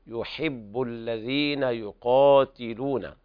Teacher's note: إن الله يحب، وهنا لابد من اعتناء بتخليص الكسر من الضم يحب، هكذا لابد من اعتناء بكسر الحاء لأنها انحصرت بين ضمتين، يحب الذين يقاتلون، هنا القاف من أعلى مراتب التفخيم